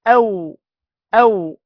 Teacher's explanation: الواو تخرج بامتداد اللسان من الشفتين مع امتدادهما إلى الأمام